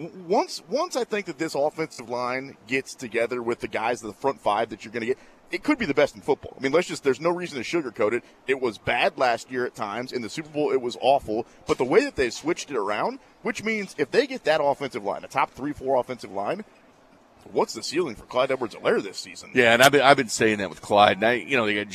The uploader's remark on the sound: Kansas City Training Camp. LIVE at Chiefs training camp in St.